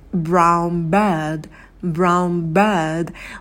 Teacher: Будет brown через звук «м».